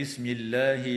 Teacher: وتفخم اللام في اسم الله لوقوعها بعد ضمة